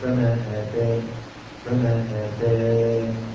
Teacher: لكن هنا في طريق المصباح قال: وآتان تحذفا إذا كنت واقفا، إذا قرأت طريق المصباح يتعين حذف الياء، فتقف فما آتان هكذا بالسكون فقط